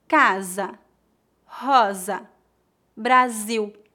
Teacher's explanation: Entre duas vogais, o S tem som de Z.